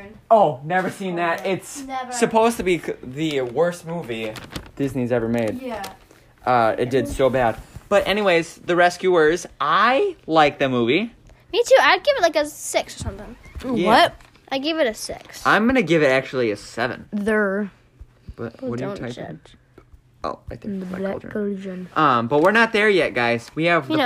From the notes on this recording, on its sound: Sorry for the excessive noise in the background